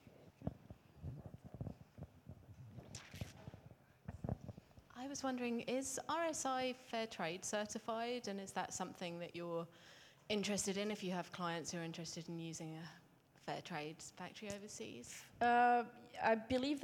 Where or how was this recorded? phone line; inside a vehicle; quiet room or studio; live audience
live audience